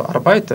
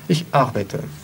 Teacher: Единственное, что в работу arbeite ударение на первый слог. · Shown in: second take